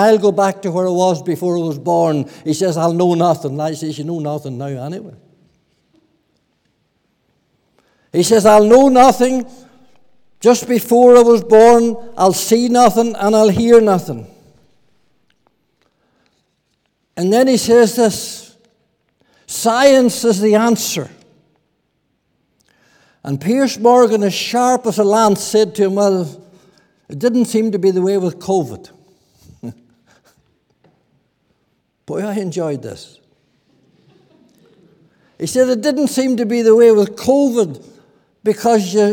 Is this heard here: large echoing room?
yes